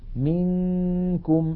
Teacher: منكم المثال الثالث أيضا نون ساكنة بعدها كاف، انتقلنا من الميم إلى مخرج الكاف ولم ننطق كافا بل نطقنا غنة